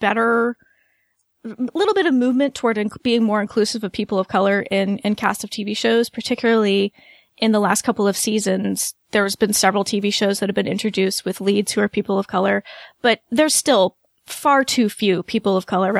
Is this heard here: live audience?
no